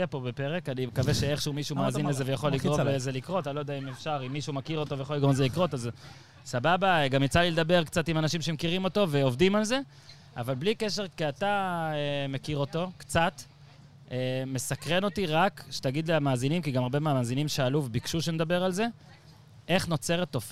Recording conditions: inside a vehicle